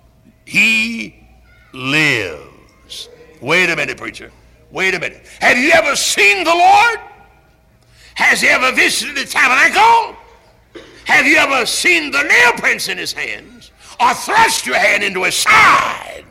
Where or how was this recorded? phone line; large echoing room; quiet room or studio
large echoing room